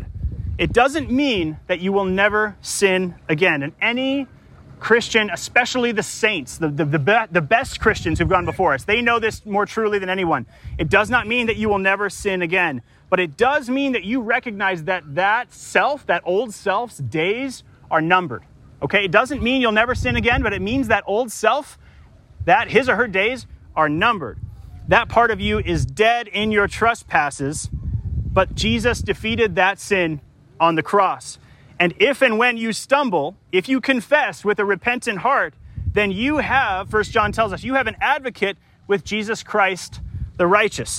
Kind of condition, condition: setting, outdoors